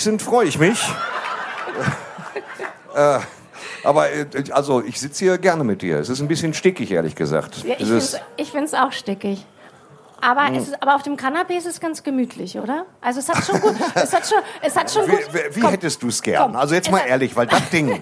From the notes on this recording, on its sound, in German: Live vom ZFR. Beim diesjährigen Zeltfestival Ruhr am Kemnader See.